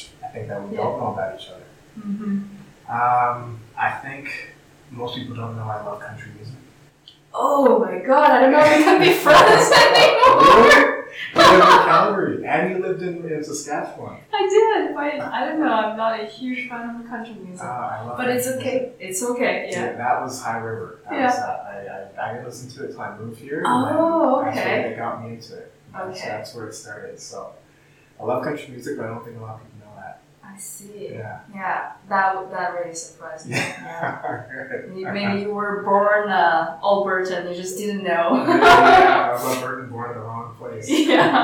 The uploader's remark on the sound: Background noise